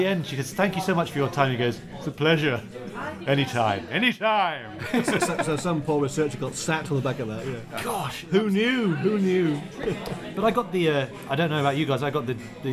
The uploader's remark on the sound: We're on location, punting on the Cam!